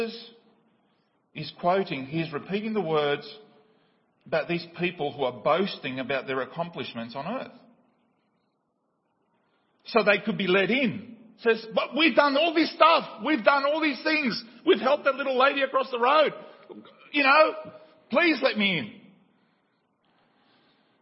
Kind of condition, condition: setting, large echoing room